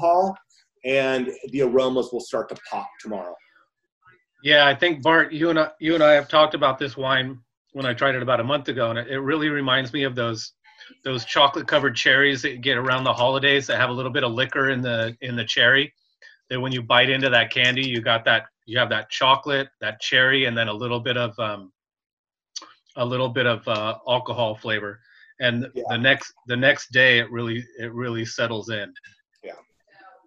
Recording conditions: video call